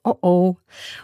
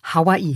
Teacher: Das Okina, das ist wie ein Verschlusslaut, ein stimmloser Stopp, so wie bei Oh oh.